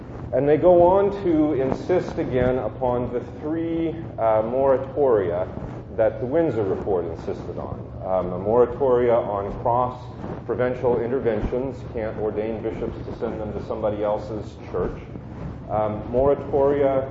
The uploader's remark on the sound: Note that the audio quality of the sermon is poor this week.